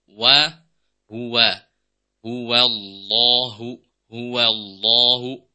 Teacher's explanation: Kemudian yang ketiga, saat membaca ayat pertama di sini, huwa, huwa, ya, pada lafaz huwa yang bersambung dengan lafzul jalalah, ya, qul huwallahu, huwallahu, ya, wawunya jangan sampai dibaca wo, ya, wo atau jadi tafkhim, ya, tapi kita baca wa